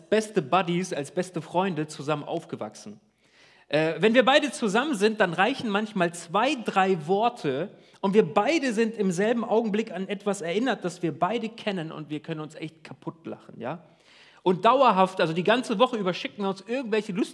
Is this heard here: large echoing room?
yes